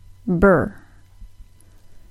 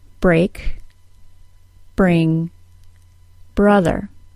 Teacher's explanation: To create the B sound, my lips press together, then release. In the BR cluster, the R sound begins at the same time as the lips open. This creates the following sound, brr.